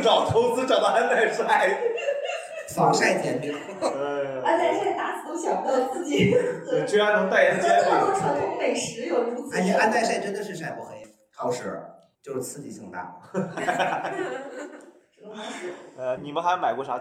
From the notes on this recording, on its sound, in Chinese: 最近两期由于场地不熟悉，设备出了问题，只能用备用素材，所以音质稍有问题。